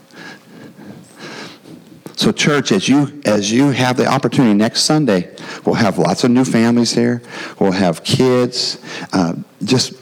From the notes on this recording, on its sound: the gospel preached at our church on Sunday